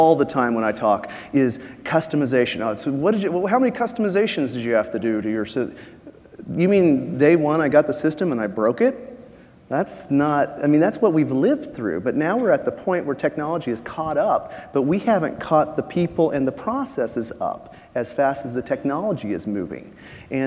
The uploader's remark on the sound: Live from RAISE2019